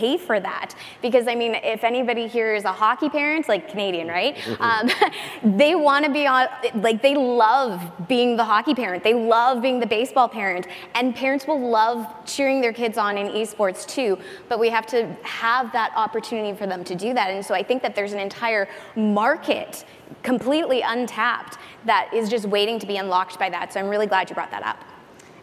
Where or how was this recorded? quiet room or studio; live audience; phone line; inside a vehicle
live audience